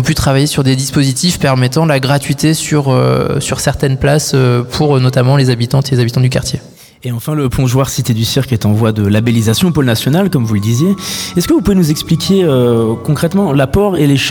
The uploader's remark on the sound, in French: En direct du nouveau chapiteau permanent Le Plongeoir. Cité du Cirque.